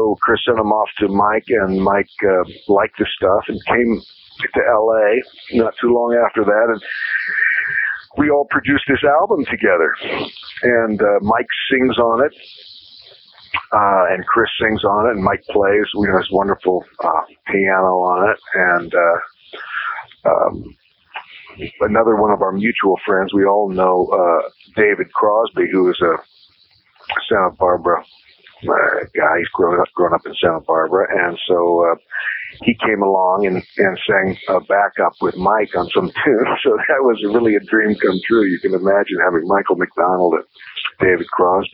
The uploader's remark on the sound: do this interview by phone